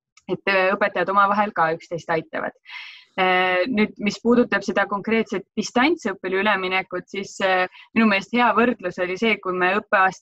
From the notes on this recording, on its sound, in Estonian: Võtsime appi videokonverentside tegemise keskkonna Zoom